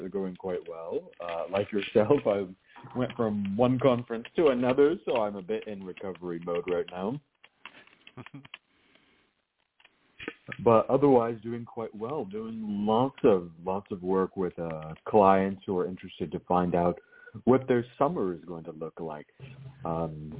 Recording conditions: phone line